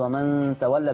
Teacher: فهنا يبقى فيها فتح وتقليل، يبقى اصل الالف ياء، فعشان كده عامل فيها فتح وايه تقليل.